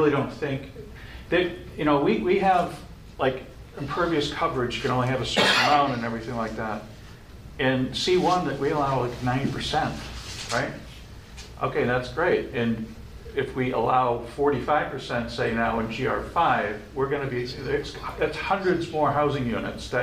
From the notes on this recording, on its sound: This session of the radio show shares the audio recording of the Economic Development Subcommittee. In the Council Chambers with all 4 members participating in the Council Chambers.